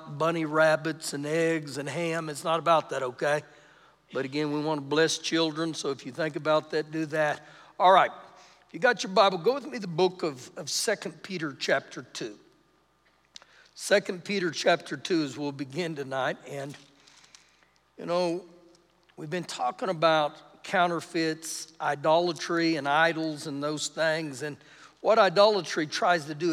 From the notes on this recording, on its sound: Recorded live during our Wednesday night service